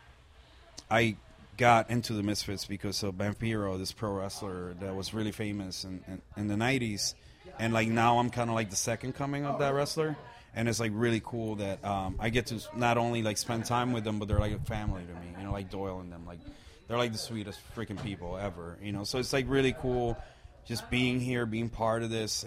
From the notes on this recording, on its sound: at the Whisky A Go-Go in West Hollywood, CA + live show footage for Last Rockers TV!